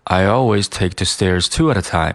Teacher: always 它就进行了一个，啊，音调升高的一个处理